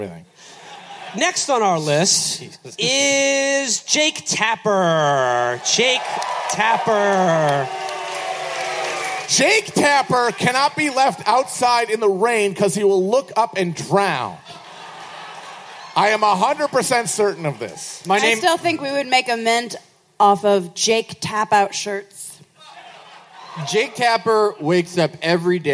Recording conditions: live audience